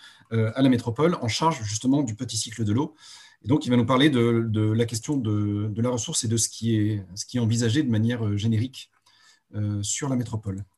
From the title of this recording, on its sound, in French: 29 janvier 2021 en visio